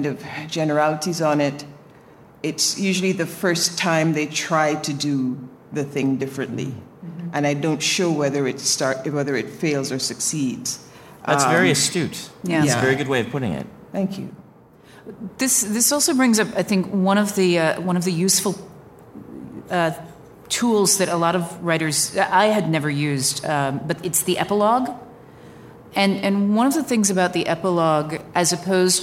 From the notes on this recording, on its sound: Recorded before a live audience of Out Of Excuses Workshop & Retreat attendees. This episode was engineered aboard The Independence of the Seas.